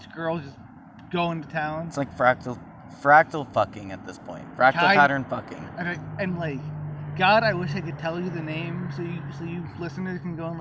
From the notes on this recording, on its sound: We recorded a roadside chat to close out season 4.